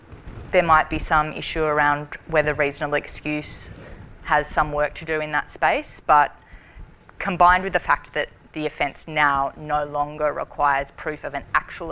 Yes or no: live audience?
yes